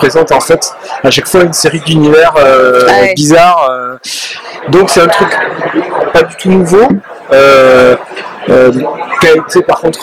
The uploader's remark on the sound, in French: Festival International de la BD d’Angoulême 2023. Au Festival de la BD d’Angoulême sur la stand de 404 comics cette année.